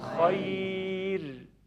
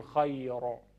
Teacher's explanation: اگر را ساکن قبلش یا ساکن باشه دیگه به قبلش نمیخواد نگاه کنی، همون یا ساکن موجب ترقیق میشه · Shown in: first take